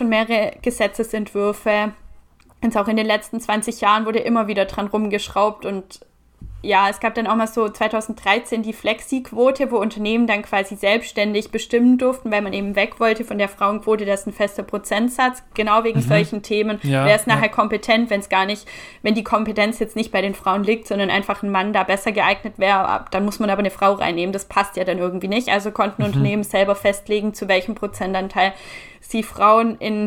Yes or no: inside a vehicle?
no